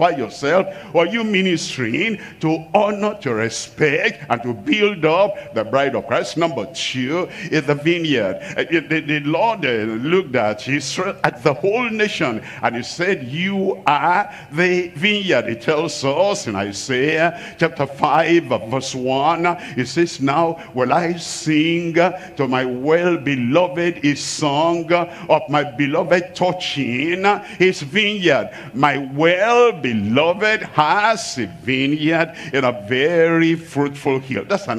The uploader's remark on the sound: Live from Asaba, Nigeria.